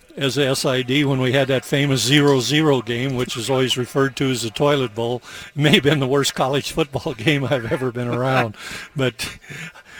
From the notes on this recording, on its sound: broadcasts live from Reser Stadium